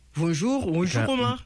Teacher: I el típic francès que fa Omar Sy també és acabar les frases amunt. Mai les acaben a l'aigua.